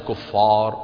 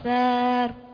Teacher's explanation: لا تقول كفار رقق الفاء · Shown in: second take